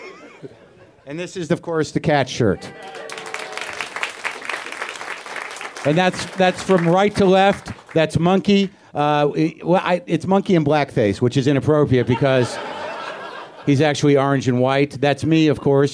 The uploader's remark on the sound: WTF brings the house down with another live show at the UCB Theare in Los Angeles